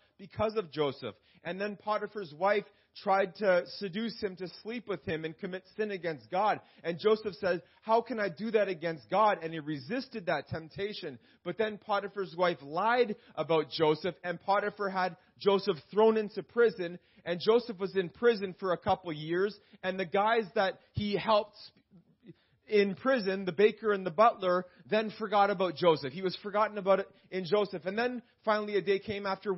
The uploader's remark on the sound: This message was preached in July 2019 at Freedom Life Church in Kitchener Ontario